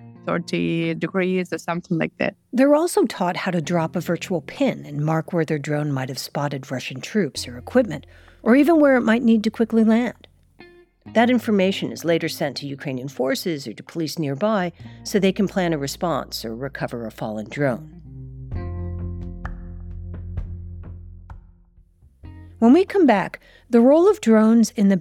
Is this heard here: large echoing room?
no